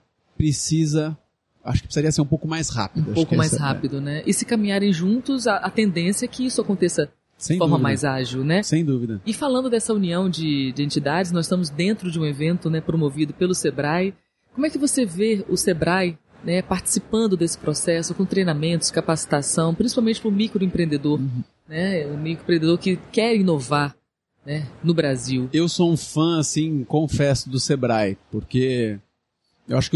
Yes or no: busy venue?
yes